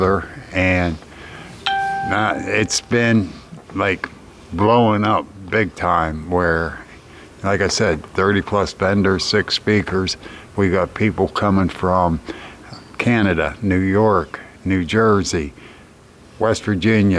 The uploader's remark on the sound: recording live from Penn-Ohio Paranormal Conference